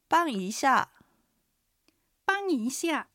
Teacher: バンイーシャは、バンが一声、イーシャはイーが二声で上がって、シャが、四声で下がります。